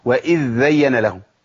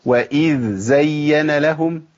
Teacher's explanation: لازم ابين رخاوه الذال وتمكين مخرجها · Shown in: second take